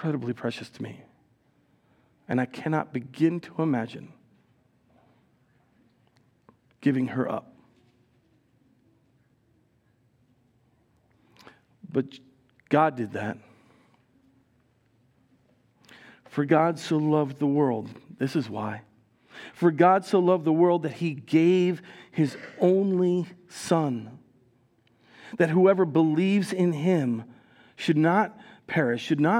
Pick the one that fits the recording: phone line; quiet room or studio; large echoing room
large echoing room